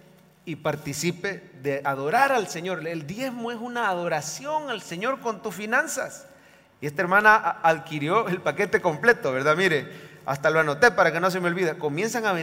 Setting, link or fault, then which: setting, large echoing room